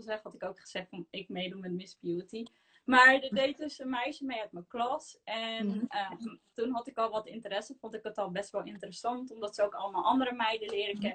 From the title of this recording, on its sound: Instagram Live